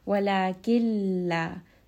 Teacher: Instead, drop the نون completely and merge from the كاف to the لام. · Term: إدغام